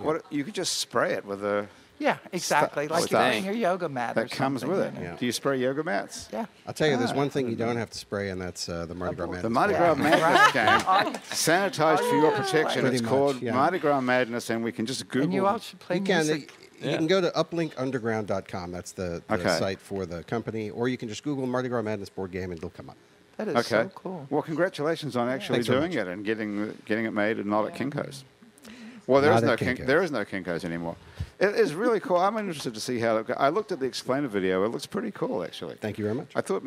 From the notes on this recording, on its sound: It's New Orleans Happy Hour is recorded at the iconic Maple Leaf Bar in Uptown New Orleans.